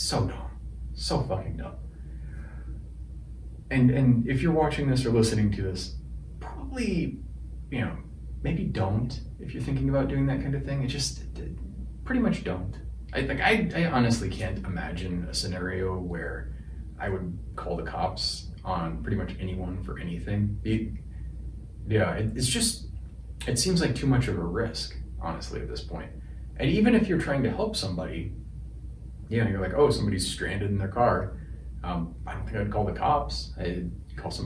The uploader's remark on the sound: Apologies for the audio quality. Had more issues with my wireless mic.